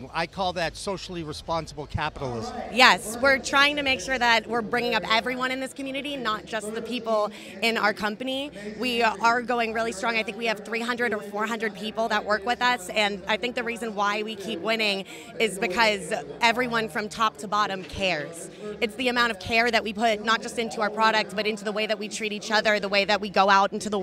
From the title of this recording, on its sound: the Harvest Cup 2022 in Worcester, In the Weeds on location